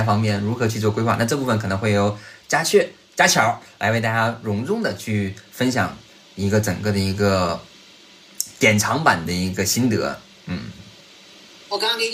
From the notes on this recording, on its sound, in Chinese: 那天我居然没有用腾讯会议去录而是用了手机去录。